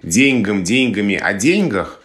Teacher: Ударение на первом слоге «деньгам», «деньгами», «о деньгах» оно считается устаревающим или, может быть, даже уже устаревшим. Этот вариант из языка уходит, но уходит очень медленно.